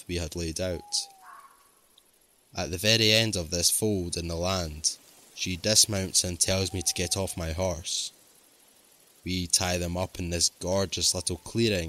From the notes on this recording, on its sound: 5 Forest Ranger Stories with Forest Sound Effects. Told in the woods at night.